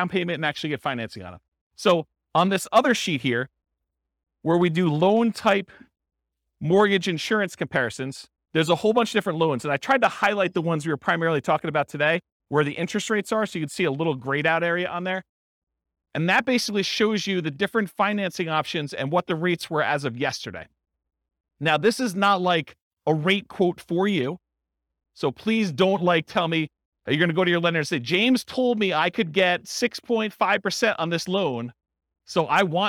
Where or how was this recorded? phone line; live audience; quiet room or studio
live audience